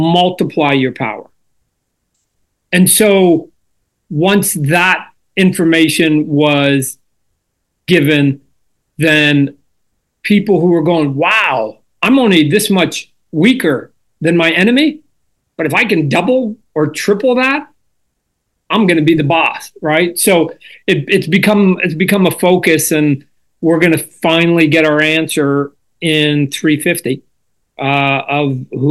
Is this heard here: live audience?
no